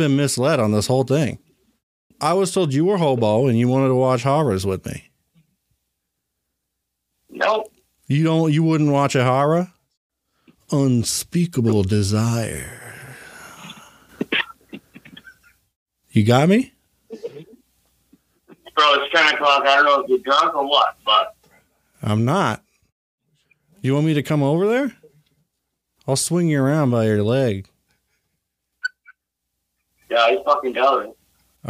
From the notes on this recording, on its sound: Also, stick around till the end for a couple fresh prank phone calls.